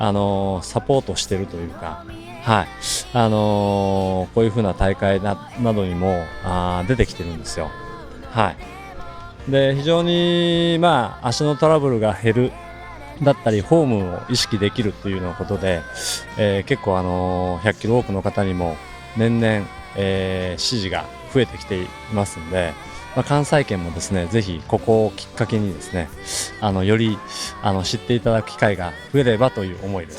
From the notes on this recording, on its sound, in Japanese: スタート会場から皆さんの声をお届けします！